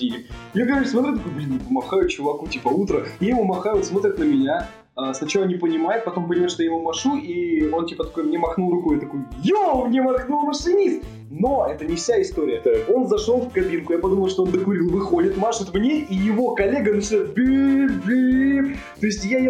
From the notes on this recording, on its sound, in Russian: Заранее просим прошения за качество записи в данном подкасте. Мы случайно записывали в стереорежиме, при том, что микрофон его не поддерживал.